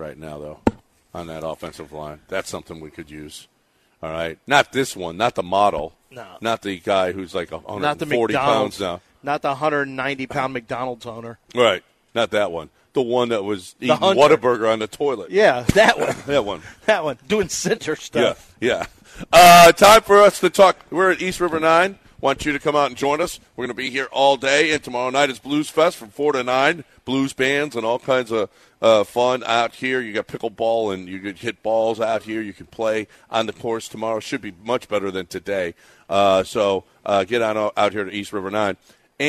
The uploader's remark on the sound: LIVE from East River 9!